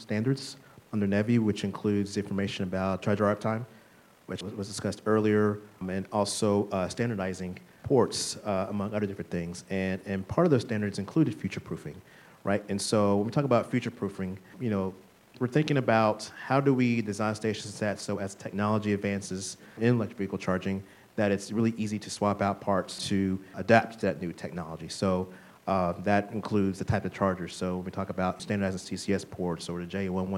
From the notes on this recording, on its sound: We’re back and in action at the 2023 State Energy Conference. In this live recording. The keynote plenary panel conversation.